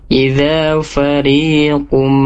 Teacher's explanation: ri-nya harus dibaca dua harokat, itu mad tabi'i